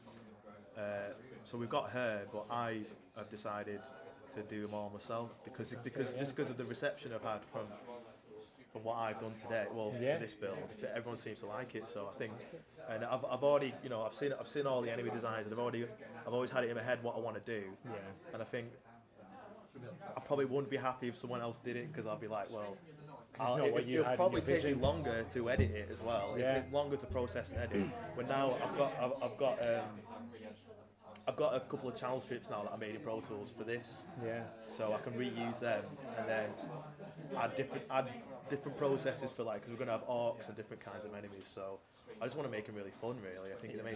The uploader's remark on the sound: At EGX Rezzed in Birmingham